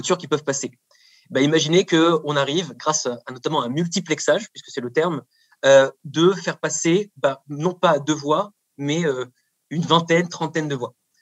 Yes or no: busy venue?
no